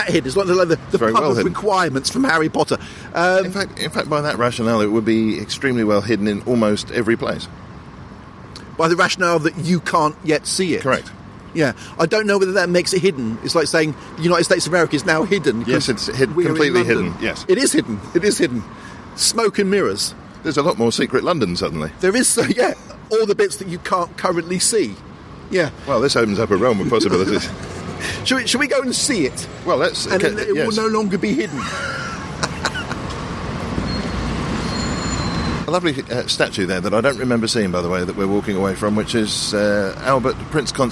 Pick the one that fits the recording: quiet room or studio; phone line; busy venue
busy venue